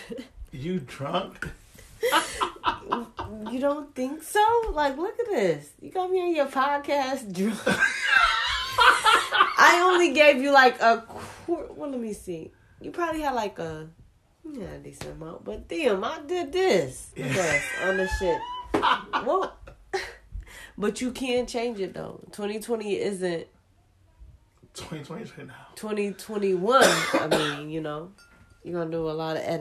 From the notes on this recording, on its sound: Please excuse the background noise since this was a HOMEMADE Podcast.